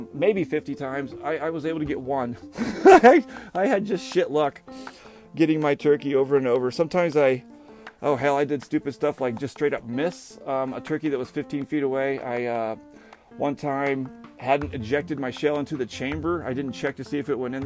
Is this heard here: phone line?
no